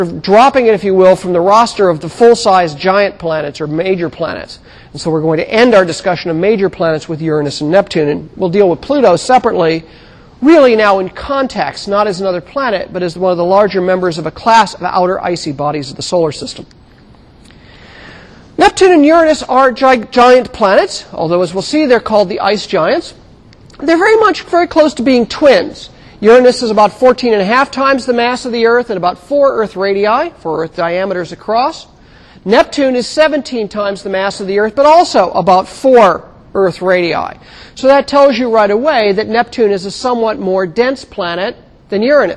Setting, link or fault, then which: setting, large echoing room